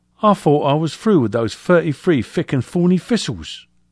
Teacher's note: someone with a strong London accent might pronounce, I thought I was through with those 33 thick and thorny thistles, using F and D sounds